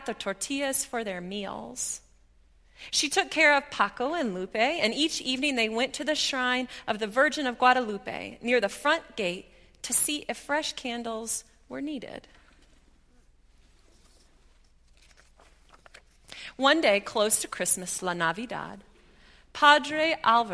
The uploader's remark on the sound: at Highland Baptist Church